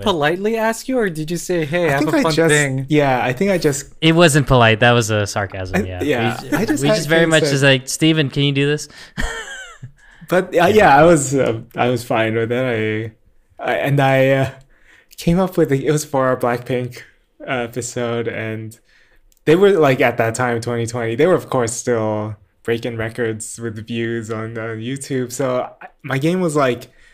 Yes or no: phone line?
no